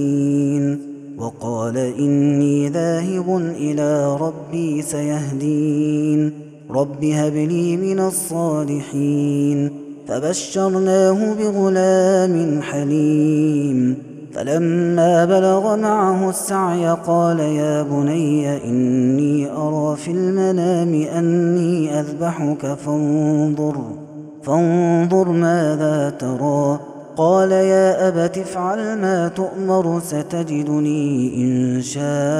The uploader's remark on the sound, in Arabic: هذا التسجيل من صلاة التراويح. Ramadan 2021.